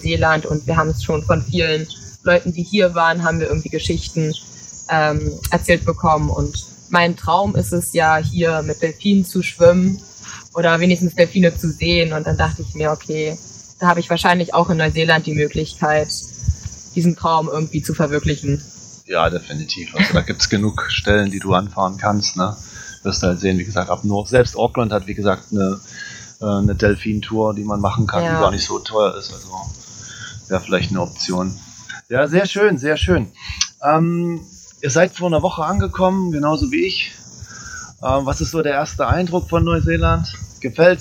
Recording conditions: poor sound quality